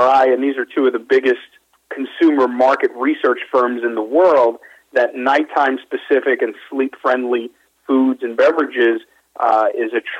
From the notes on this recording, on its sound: called in to SmallCapVoice.